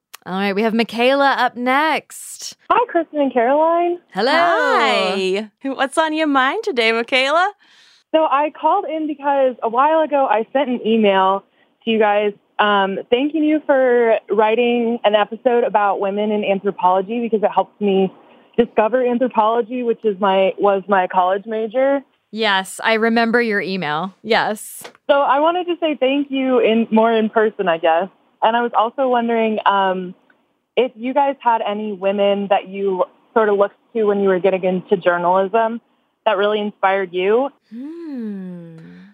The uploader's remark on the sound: open the Unladylike Hotline to take listeners' calls, live 'n' unrehearsed